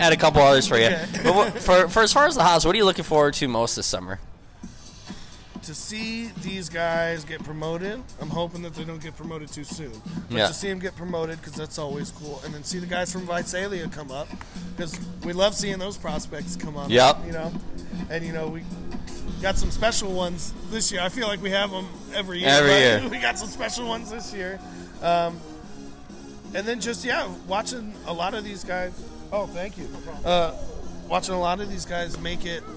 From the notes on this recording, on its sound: Live in Hillsboro, Oregon at Ron Tonkin Field, home of the Hillsboro Hops - High A Affiliate of the Arizona Diamondbacks.